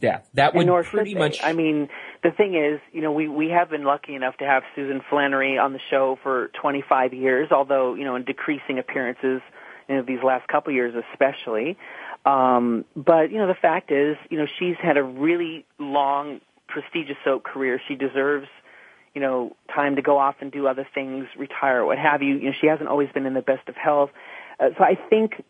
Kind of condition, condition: link, phone line